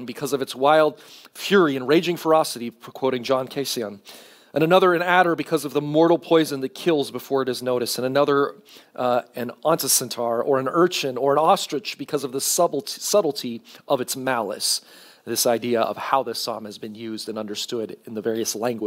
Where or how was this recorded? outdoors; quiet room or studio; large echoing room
large echoing room